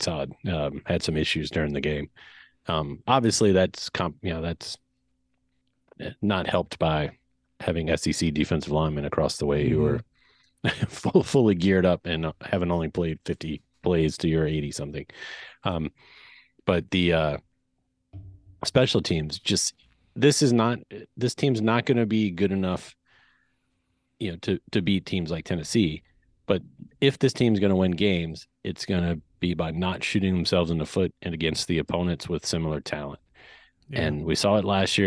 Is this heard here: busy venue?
no